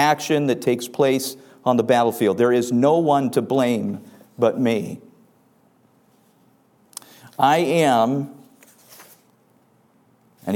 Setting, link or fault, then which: setting, large echoing room